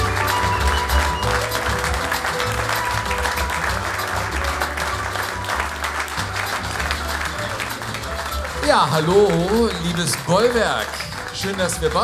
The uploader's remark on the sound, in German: Jogo Bonito live in Moers. Live-Show aus dem Bollwerk in Moers.